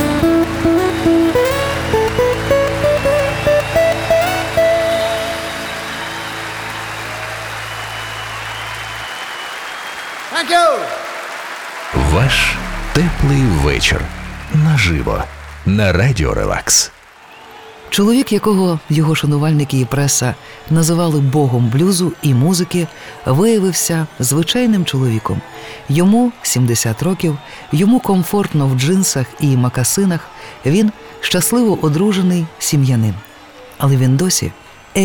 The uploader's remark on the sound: Live at the Royal Albert Hall, 2015